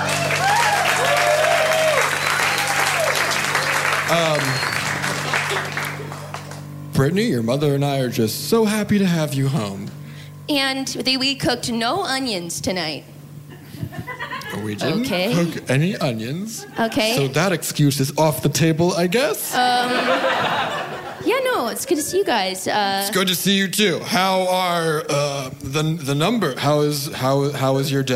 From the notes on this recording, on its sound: A special live episode. Live from the 6th Annual Trill Comedy Fest in Houston, TX.